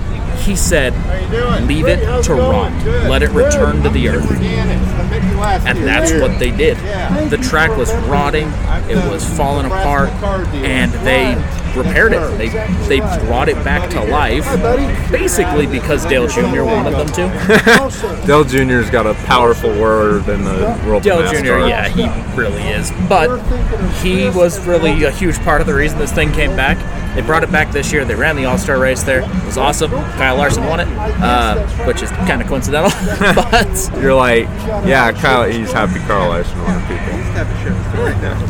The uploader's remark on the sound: At The Riverton Chevrolet Car Show. We sit down with two special guest.